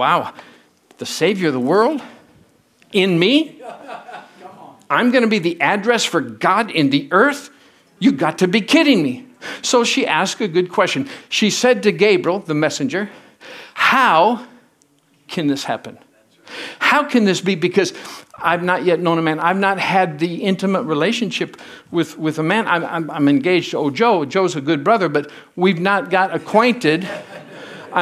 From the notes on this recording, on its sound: from the Sunday service on November 26, 2023 at Harvest Bible Church in Stockton, CA.